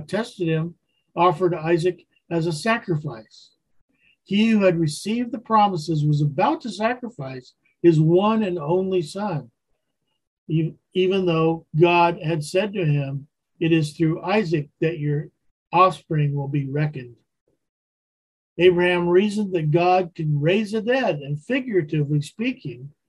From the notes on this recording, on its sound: Wednesday Zoom study